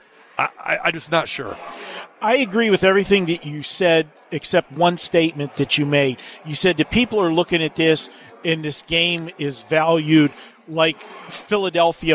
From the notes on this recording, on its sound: Live From the Super Book at Westgate Las Vegas.